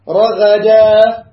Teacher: يعني احنا لو وصلنا مثلا على سبيل المثال رَغَدًا وَدُخُلُهُ ادغام رَغَدًا نون، لكن إذا وقفنا نقف بإيش؟ نقف بالألف. لماذا نقف بالألف؟ عوضا عن التنوين · Term: مد العوض